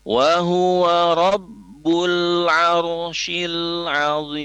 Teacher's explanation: Ra sukun yang diawali huruf berharokat fathah dan dhammah, lafaznya tebal. Ar, tidak ar.